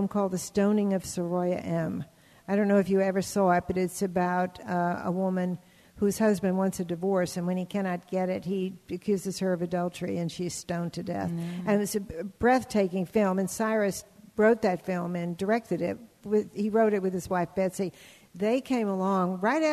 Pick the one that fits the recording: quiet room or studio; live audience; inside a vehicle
live audience